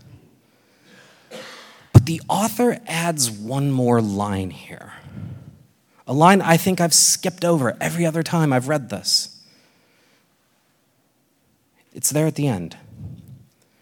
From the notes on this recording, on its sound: This exposition was recorded at the Portland, OR 2023 Workshop